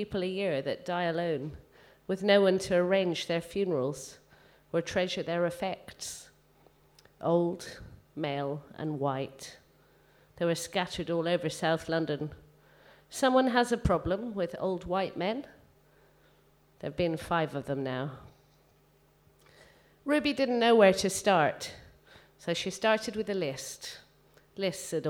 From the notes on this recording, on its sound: read at the Brixton BookJam on 6th March 2017